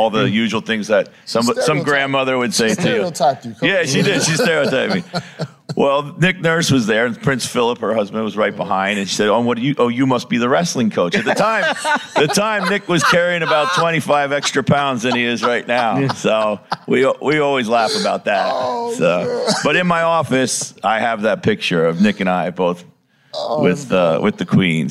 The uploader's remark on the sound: in a live podcast appearance from the NBA Crossover Conversations stage at All-Star Weekend In Indianapolis.